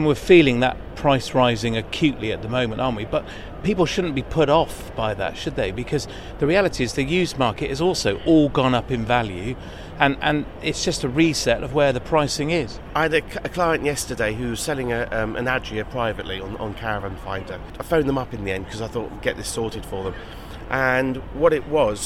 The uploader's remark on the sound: February Caravan, Camping and Motorhome Show 2022. Recorded on the floor of the show with no chairs available to sit. Hit ‘stop’ on the recorder before the painful groans as they both tried to stand up again.